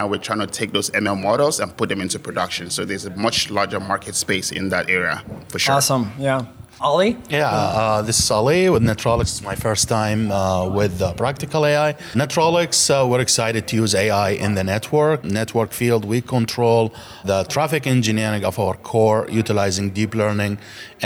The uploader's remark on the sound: An amazing panel of AI innovators joined us at the O’Reilly AI conference.